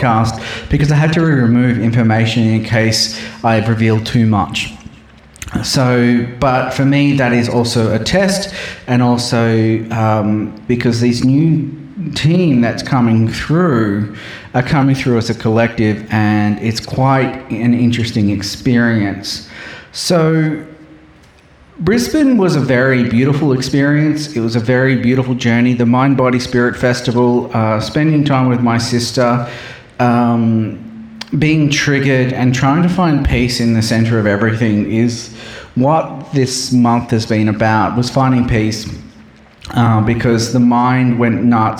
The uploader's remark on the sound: Presented at the Mind Body Spirit Festival in Brisbane, Queensland, Australia and shared the Heart Activation Music on the main stage and a live sound healing session.